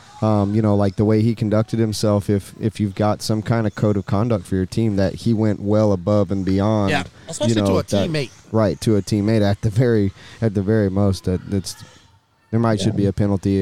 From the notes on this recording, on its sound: Live from Beach RC. We will open up the phone lines briefly to hear from you and take your questions in the chat.